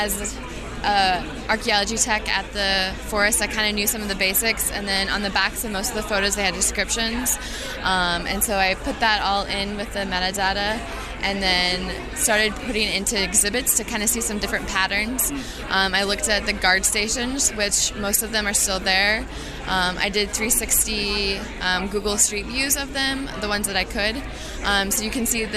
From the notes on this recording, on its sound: Society for American Archaeology Meetings in Washington, D.C. Today's episode contains segments recorded in the poster room and the exhibit hall.